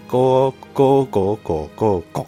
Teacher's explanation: 国家的国，国，对不对？它是入声字。国，国，国，国，国，国。那个入生字，哦，所以很短暂。入生就是，诶，声调非常的急促短暂，哦，一，一发出声就结束